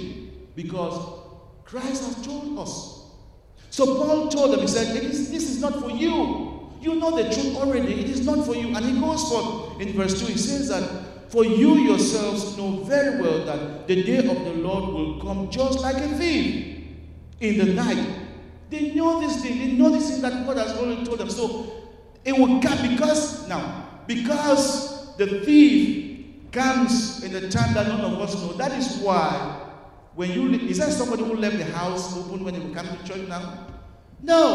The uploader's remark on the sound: at Broadway Baptist Church, Lexington, Kentucky